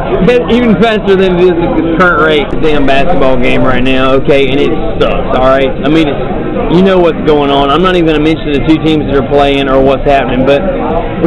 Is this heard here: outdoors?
yes